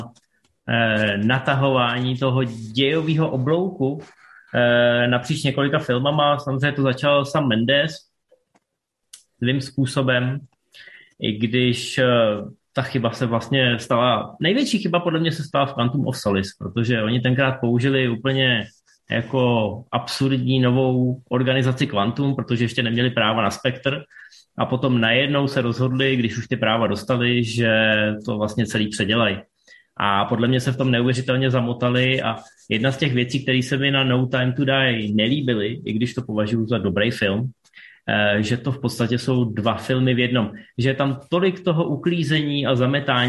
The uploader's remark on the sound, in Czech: Jsme zpátky na Zoomu